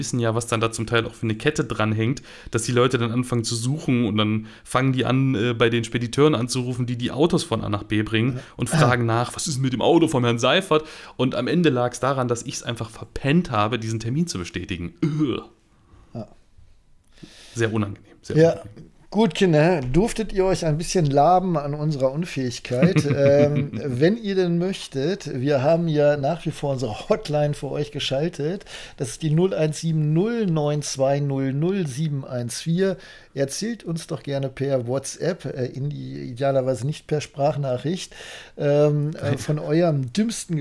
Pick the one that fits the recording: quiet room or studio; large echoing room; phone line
quiet room or studio